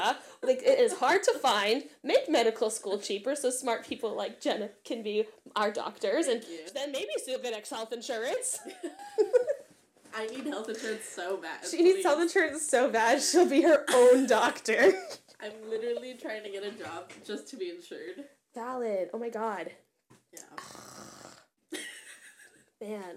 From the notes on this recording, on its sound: I don't know how to mix audio properly so turn your volume down and adjust accordingly lol.